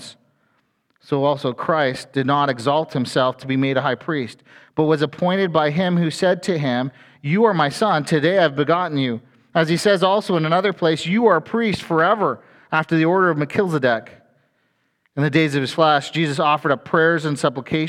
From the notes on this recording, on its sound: A sermon from FBC Church in Cobourg,